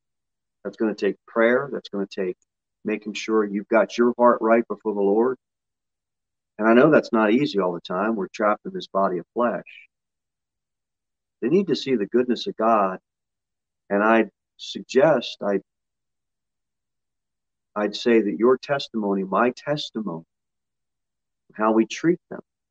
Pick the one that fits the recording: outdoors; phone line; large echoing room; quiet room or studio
large echoing room